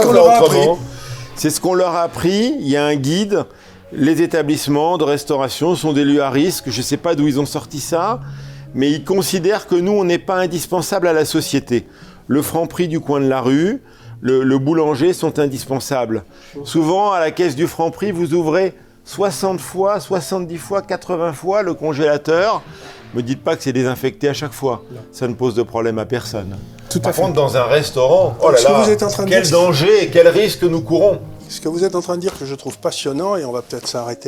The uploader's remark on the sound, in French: Émission enregistrée au restaurant Chez Françoise Aérogare des invalides Paris.